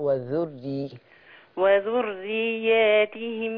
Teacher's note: خلي بالك من وذري، رقق الراء